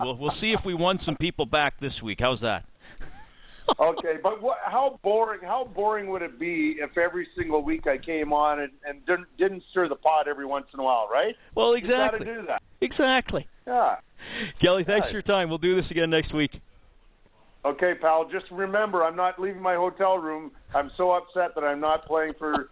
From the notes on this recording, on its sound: Opens the phone lines to talk about booing at the games.